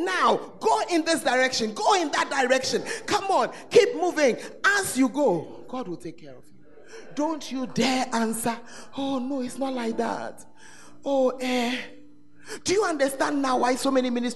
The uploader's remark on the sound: Preached at The Art Of Evangelism Conference